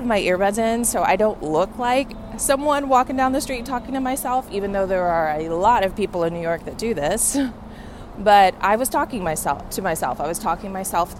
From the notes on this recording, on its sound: I’m recording in Lower Manhattan along the water front headed to the Douj Street Seaport